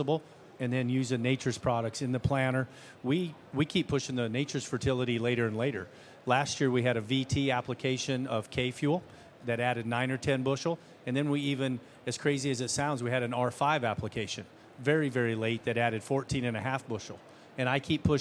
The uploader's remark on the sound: panel discussion at 2023 Commodity Classic